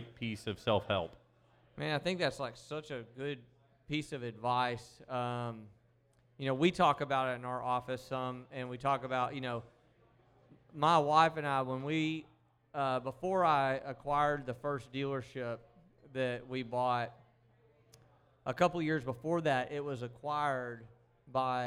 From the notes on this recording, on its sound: The live RFN Podcast show. It's the big event!